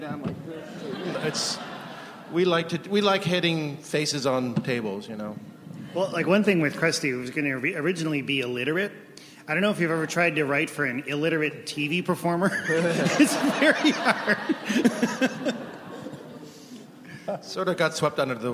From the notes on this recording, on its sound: The Simpsons from ATX Television Festival.